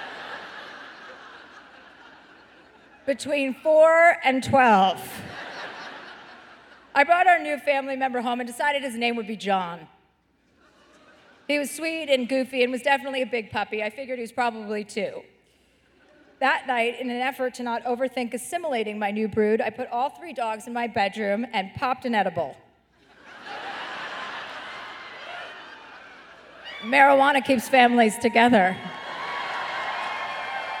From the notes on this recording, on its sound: live in Chicago for a second show